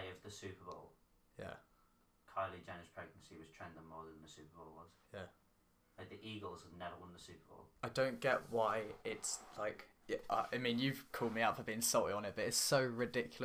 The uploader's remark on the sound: audio is not the best as we had some technical issues